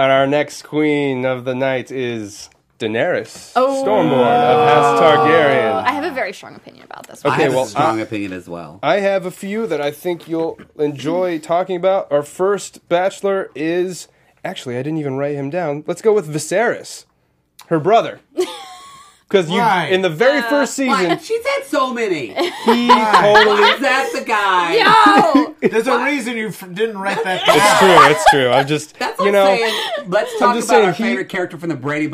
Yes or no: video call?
no